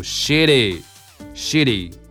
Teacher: 結果としてこの t がさ、母音に挟まれているので、ね、そこもちょっと濁らせましょう